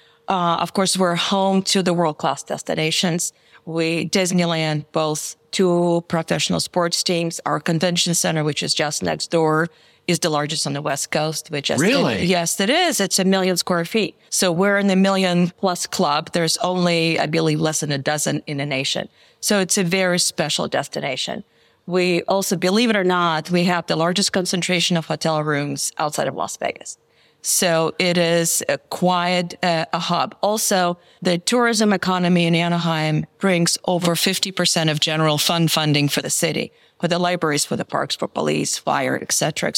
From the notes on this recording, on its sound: Recorded live at APTA Tech